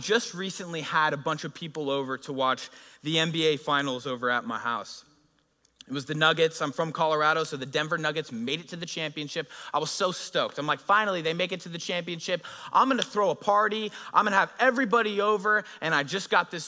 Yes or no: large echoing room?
yes